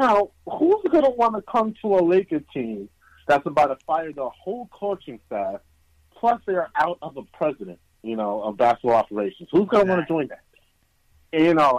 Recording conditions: phone line